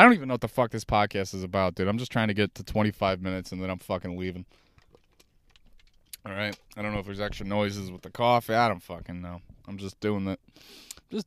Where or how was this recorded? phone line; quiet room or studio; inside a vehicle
inside a vehicle